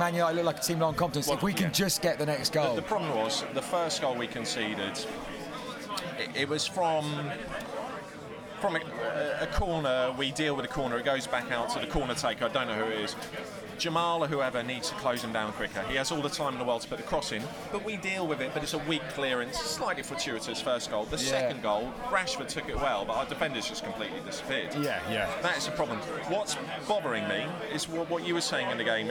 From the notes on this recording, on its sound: Live from the game.